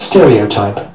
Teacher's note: So the thing is, actually, it is pronounced stereotype, and the primary stress is on the first syllable